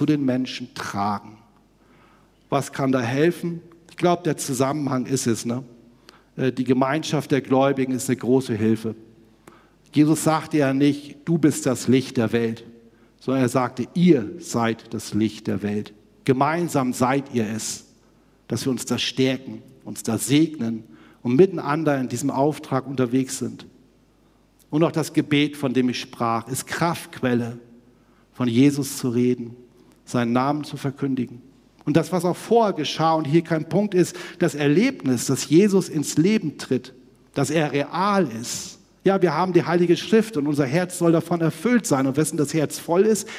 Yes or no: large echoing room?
yes